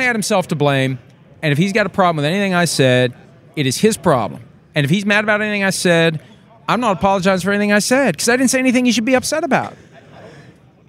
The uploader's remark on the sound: Live from the NFL Combine